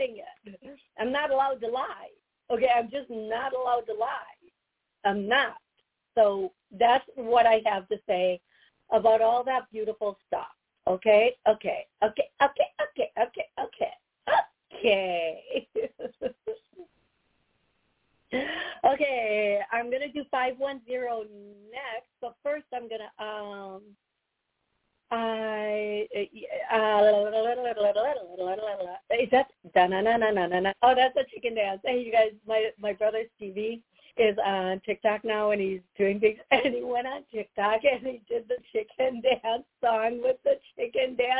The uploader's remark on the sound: Live Call